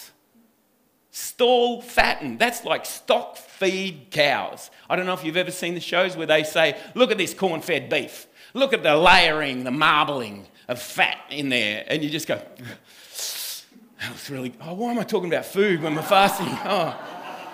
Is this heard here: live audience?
yes